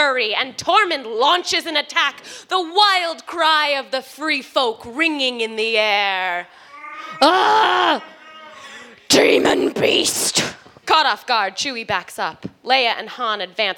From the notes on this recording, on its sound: Live at the Respect Women's Podcast Festival in Philadelphia at Amalgam Comics!